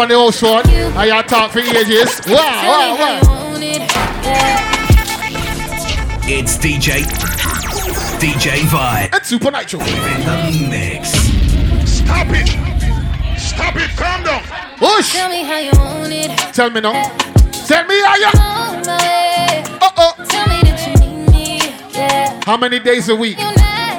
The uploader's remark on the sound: LIVE SET AT #BACKITUP CARGO NIGHT CLUB